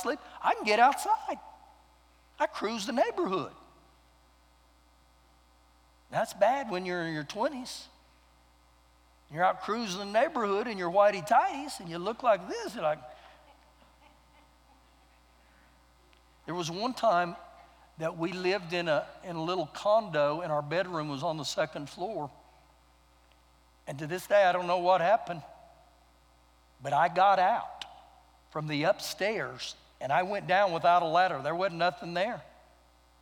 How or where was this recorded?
large echoing room